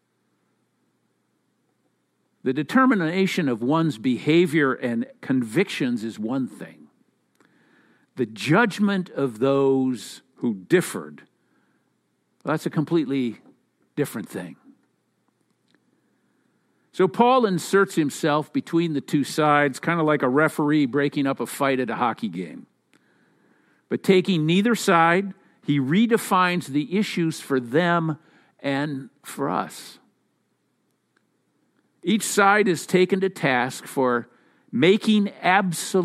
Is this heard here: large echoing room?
yes